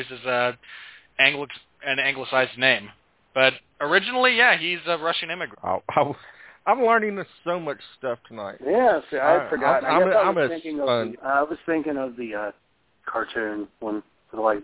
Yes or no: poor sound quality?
no